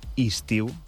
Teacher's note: En comptes d'una E i una I, doncs fem dues Is. · Term: assimilació